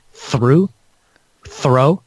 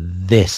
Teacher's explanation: we say through, like a hard TH, through, throw, or we say, if we say this, we go this, that vibrating TH